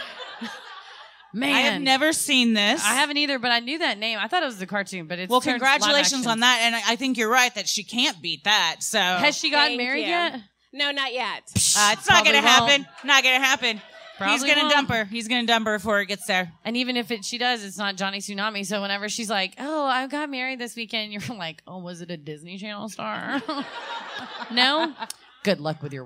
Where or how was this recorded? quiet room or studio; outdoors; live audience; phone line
live audience